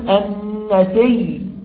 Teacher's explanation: أو مثلا كلمة النسيء لو وقفنا هنقول النسي، يبقى أبدلنا الهمزة ياء وأضغمنا الياء في الياء